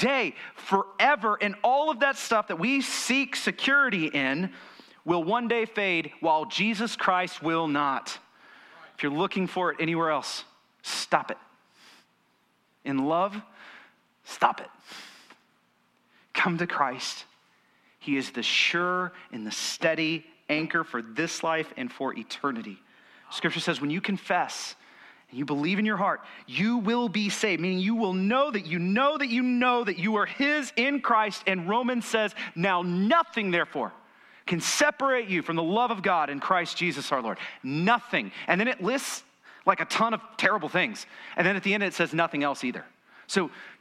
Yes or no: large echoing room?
yes